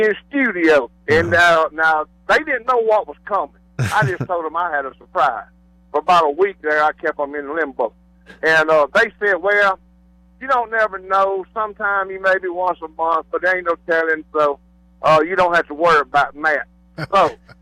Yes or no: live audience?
no